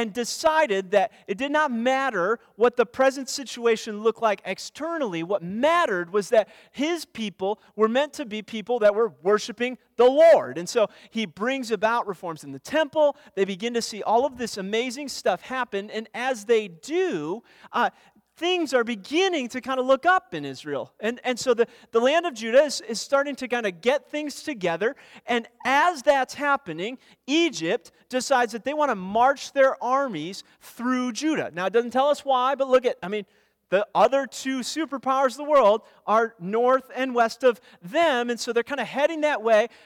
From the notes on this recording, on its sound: Weekly teaching audio brought to you by First Baptist Church, Darlington, WI.